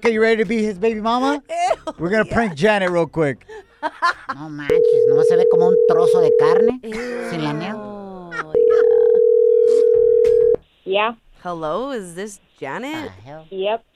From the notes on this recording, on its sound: opened up the phone lines